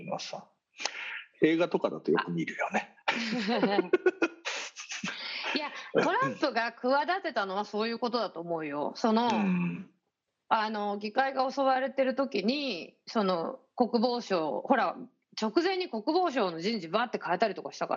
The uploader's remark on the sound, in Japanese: 本収録はビデオ会議サービス「Zoom」を使用し。一部聞き取りづらい箇所があります。